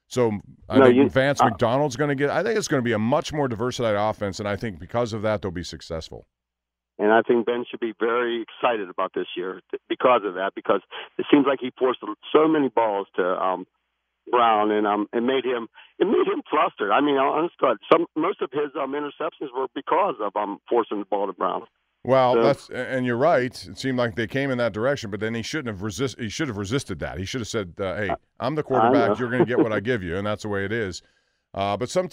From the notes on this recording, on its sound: Rapid fire phone calls from the fans. Final phone calls for the show.